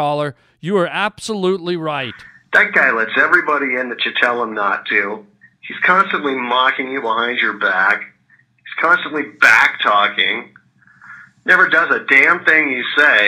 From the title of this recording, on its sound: It's a show filled with phone calls from listeners